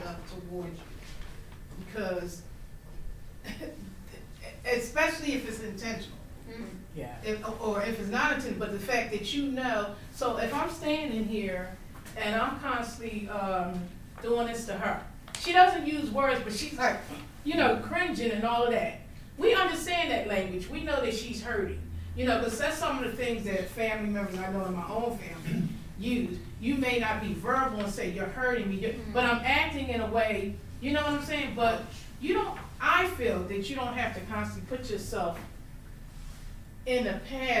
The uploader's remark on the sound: Live: At Harlem Heritage Center. We had the opportunity to do a live episode.